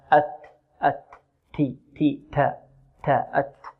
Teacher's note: والهواء لا يزال يجري فيكون منه حرف السين أو رائحة حرف السين، فننتبه لهذا. والتاء تخرج من طرف اللسان مع الحنك الأعلى